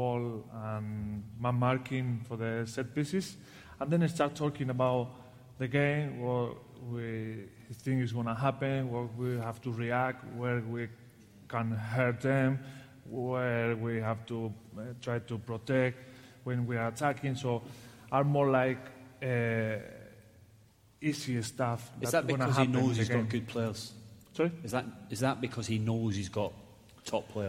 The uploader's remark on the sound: The live show in Liverpool. Live on Merseyside in front of an audience.